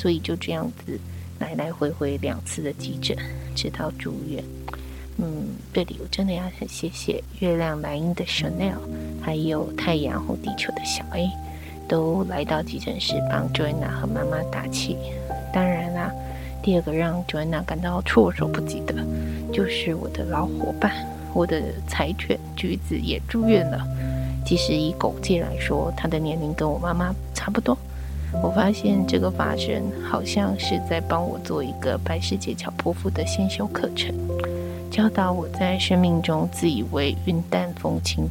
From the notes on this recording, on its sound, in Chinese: 是不是感覺背景聲有點吵呢？人目前還在醫院陪母親住院，沒有工作室的錄音配備，沒有安靜的環境。這一集錄音狀況不好。